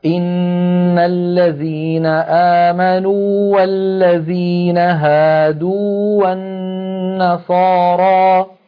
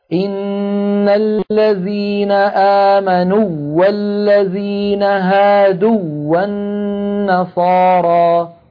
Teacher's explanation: ولا بد من الإظهار هنا لأن الحرفين الملتقيين هنا هما متماثلان والأول حرف مد · Shown in: first take · فلا بد من الإظهار والبيان بينما قوله تعالى ثم توليتم من